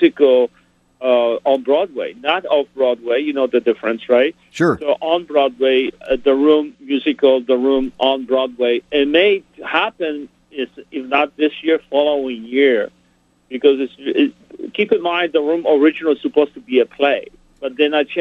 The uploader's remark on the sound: called